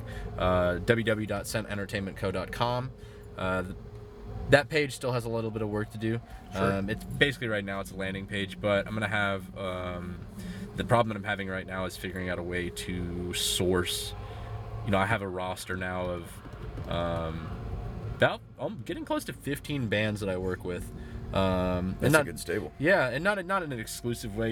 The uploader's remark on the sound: from the Paradise Inn on Pensacola Beach